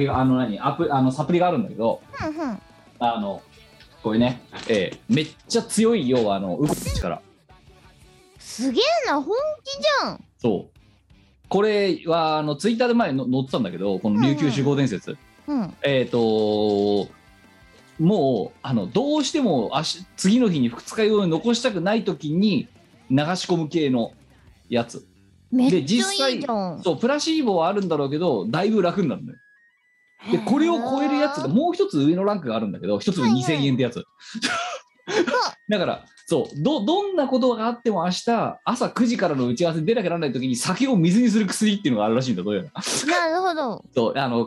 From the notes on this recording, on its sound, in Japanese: 本番組はリモート収録です。収録時環境の影響により、聴き取り辛い部分があります。途中でノイズ等入りますが、収録時のものです。